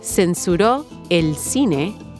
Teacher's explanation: And one more quick note, keep an ear out for the accent from Spain, where the C, which often sounds like an S sound, is instead pronounced with a th sound